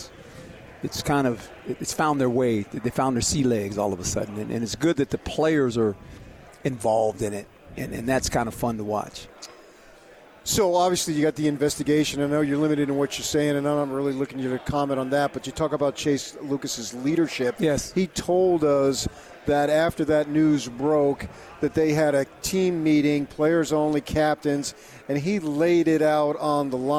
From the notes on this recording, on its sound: LIVE from Pac-12 Media Day in Los Angeles, CA